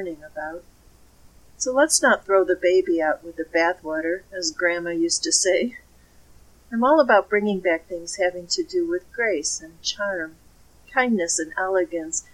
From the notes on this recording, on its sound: the sound quality needs work.